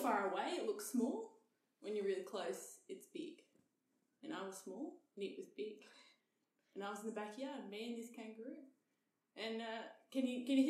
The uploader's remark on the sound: Apologise about the echo, were still testing our setup!